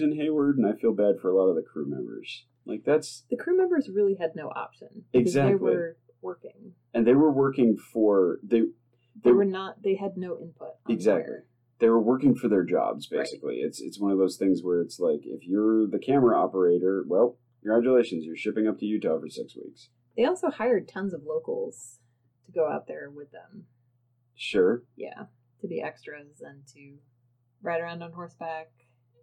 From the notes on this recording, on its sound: The audio in this episode is really, really bad. Tried recording in a new location and it backfired horribly! The discussion and story are (hopefully) good, but the audio is not.